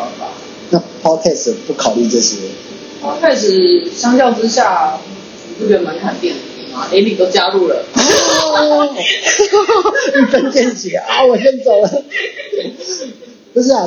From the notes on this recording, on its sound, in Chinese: 麥克風測試，慎入！因為聽說ipadpro有媲美錄音室等級的麥克風。聲音有點砸，還有電動門的聲音。這音質有待進步。